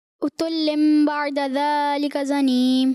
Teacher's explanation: تنوین کو میم سے بدلنا ہے اور غنہ بھی کرنا ہے، اور انہوں نے میم سے بدلا بھی ہے اور اس کو غنہ کر کے بھی پڑا ہے · Term: اقلاب